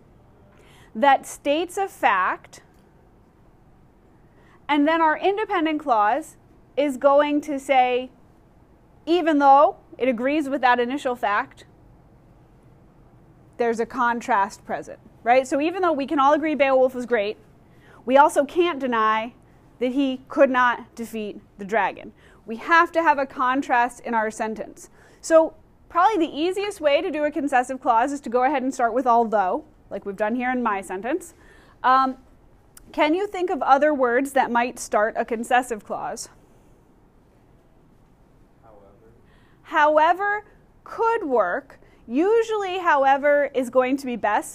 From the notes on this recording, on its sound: Recorded in class